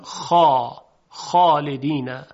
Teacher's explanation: خالدین حرف خا استعلاء هست، الفی که پس از اون قرار میگیره مفخمه